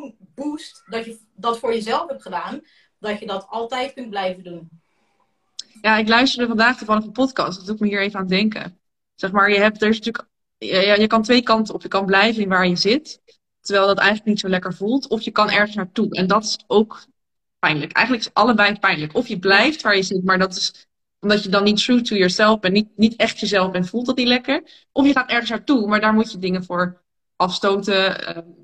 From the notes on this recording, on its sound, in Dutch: een gesprek dat ik live via Instagram had